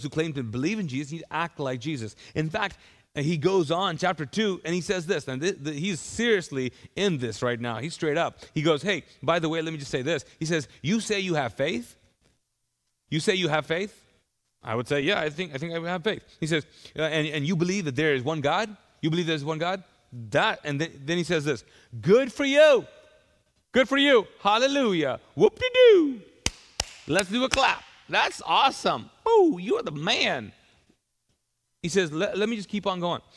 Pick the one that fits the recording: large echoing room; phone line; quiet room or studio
large echoing room